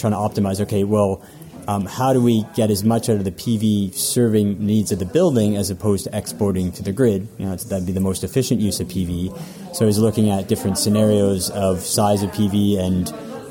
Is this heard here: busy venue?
yes